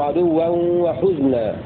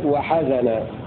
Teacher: بضم الحاء وإسكان الزاي · Shown in: first take